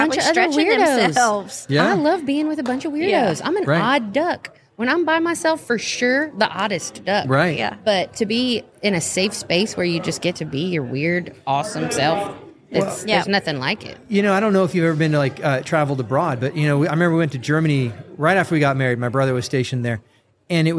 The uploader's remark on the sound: Live from Steubenville South